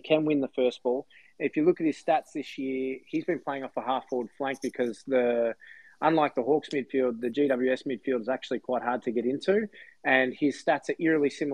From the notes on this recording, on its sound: live on Twitter Spaces each week